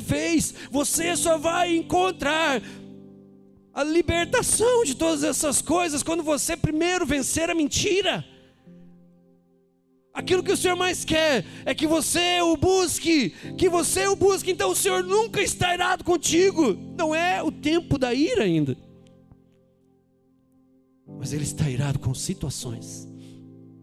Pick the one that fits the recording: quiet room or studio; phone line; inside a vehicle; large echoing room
large echoing room